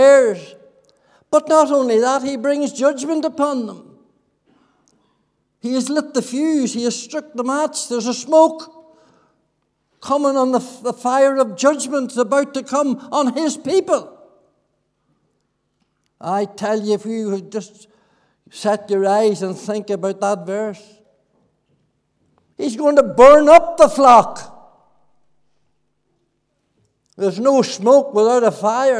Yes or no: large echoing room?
yes